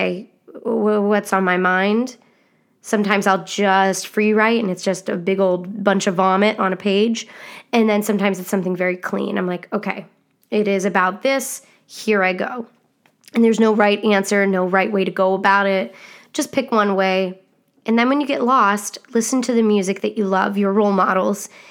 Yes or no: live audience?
no